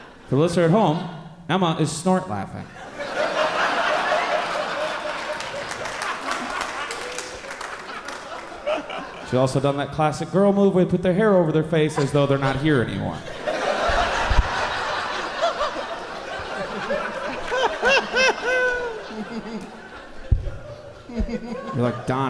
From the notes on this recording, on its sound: Live from the 208 Comedy Fest in Boise